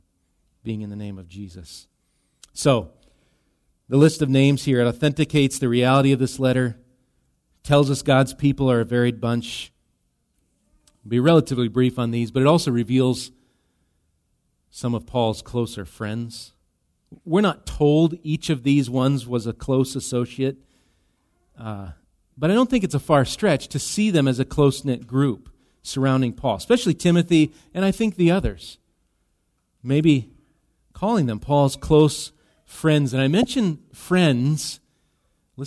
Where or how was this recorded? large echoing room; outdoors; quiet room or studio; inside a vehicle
large echoing room